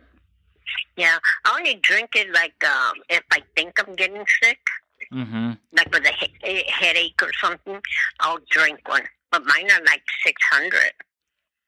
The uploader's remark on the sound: a phone conversation with each of his grandmothers